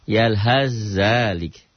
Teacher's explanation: Dibacanya otomatis sa-nya jadi hilang